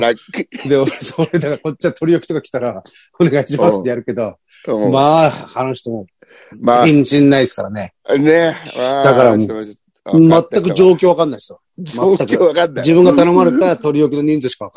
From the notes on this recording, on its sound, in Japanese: ZOOMで収録